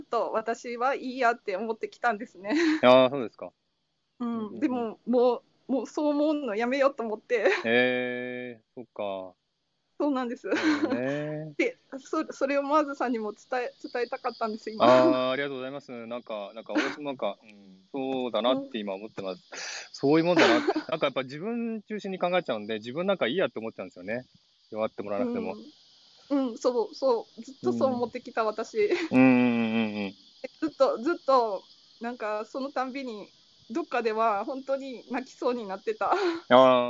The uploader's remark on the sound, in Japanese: ウォーキングライブ。シドニー #オーストラリア #ウォーキング。